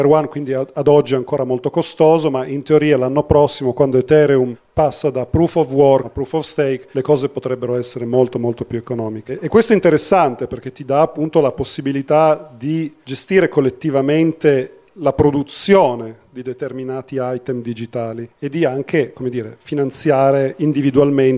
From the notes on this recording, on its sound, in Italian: Il tutto realizzato dal vivo da Linecheck 2021. Q & A live a Linecheck.